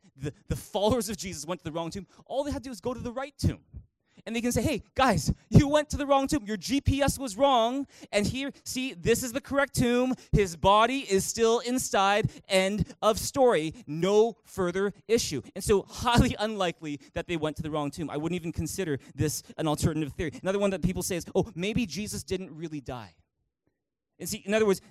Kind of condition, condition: setting, large echoing room